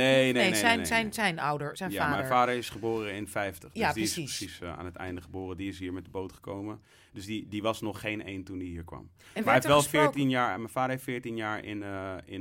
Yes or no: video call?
no